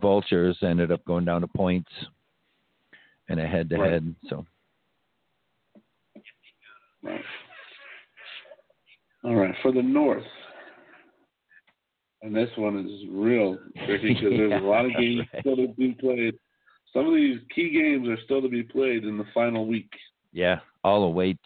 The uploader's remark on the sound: call in's all show long